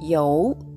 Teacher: 第二声下から上にずり上がる音になります